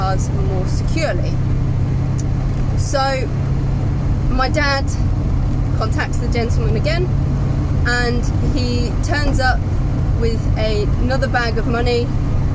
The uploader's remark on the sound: all recorded from my 1968 Morris Minor, Peggy